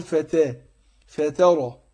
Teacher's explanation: يبقى رققت التاء ودخلت على ايه تفخيم الراء